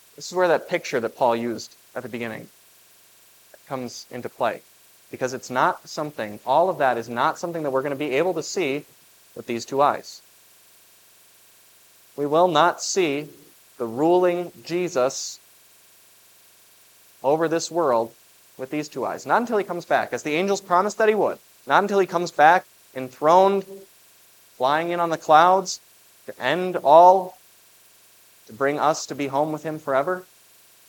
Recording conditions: large echoing room